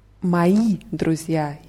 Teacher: Hier ist die Betonung auf i